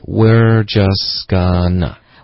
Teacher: were、 okay?说的非常快，就 were。然后 just，哎呀，这个应该是一个 j 的一个音，我写了一个 j，可是它应该就是一个 just 的发音， just 的这个 t 的音给省略了